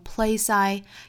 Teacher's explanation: 这里的 place 和 I 可以做连读，读成 placeI